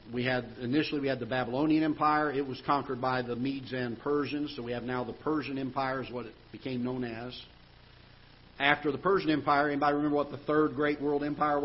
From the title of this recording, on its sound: Ketha Heights Baptist Church ~ Live Broadcast